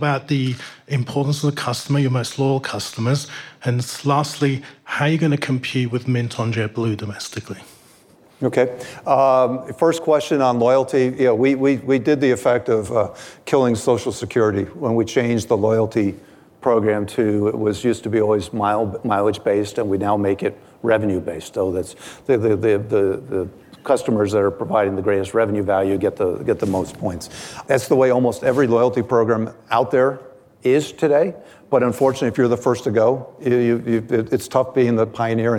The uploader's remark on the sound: Live at Code 2019. At the 2019 Code Conference.